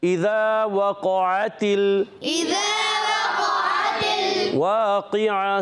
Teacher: قاف کو موٹا رکھنا ہے عین باریک ہوگا تا باریک ہوگا واو باریک